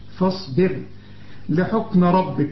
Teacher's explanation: فاصبر لحكم ربك، أولا رأى الراء فاصبر، وبرضو رأى الفاء ما تقولش فاصبر، فاصبر لأن الراء السكنة اللي قبلها مكسور ترقق عند الوقف وعند الوصل